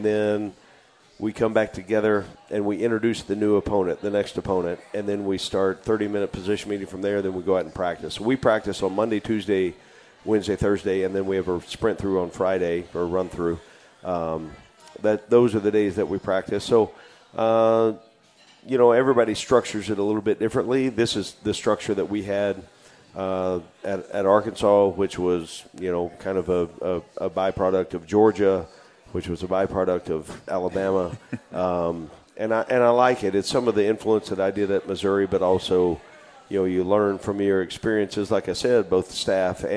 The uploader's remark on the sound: Radio Show at Parkway Tavern